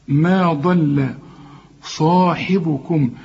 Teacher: الضاد هي المفخمة والميم واللام هنرققهم